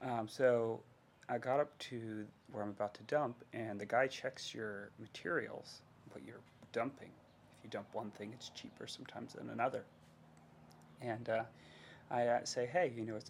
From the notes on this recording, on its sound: AUDIO LOW.